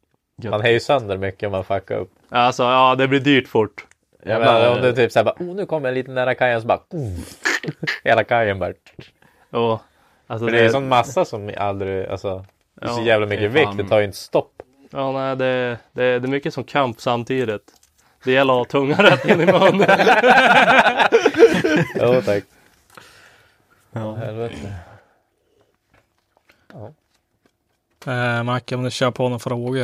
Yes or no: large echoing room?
no